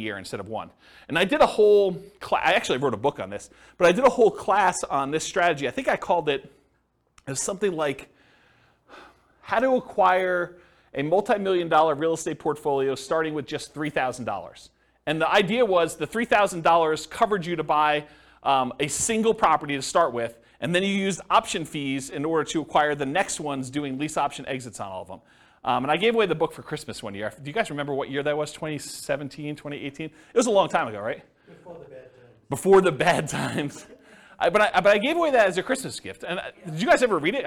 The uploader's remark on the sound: This was a live class recorded